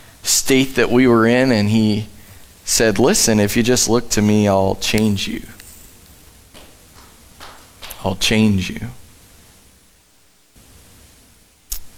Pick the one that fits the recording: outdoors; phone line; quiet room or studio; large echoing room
large echoing room